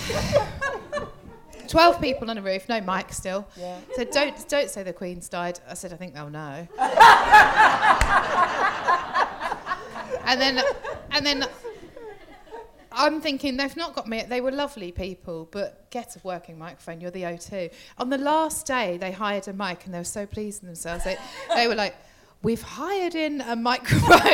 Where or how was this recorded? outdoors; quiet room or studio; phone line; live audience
live audience